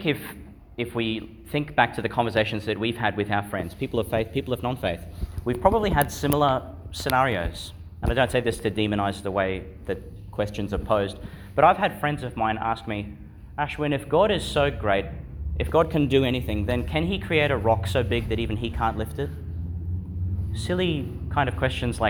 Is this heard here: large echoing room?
yes